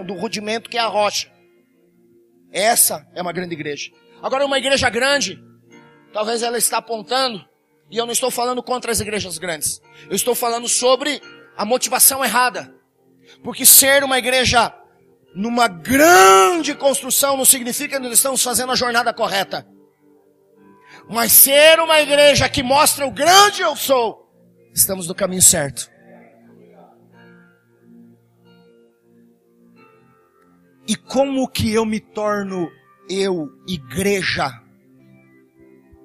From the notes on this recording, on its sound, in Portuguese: Palavra gravada na Semana Inaugural da OBPC Pinheirinho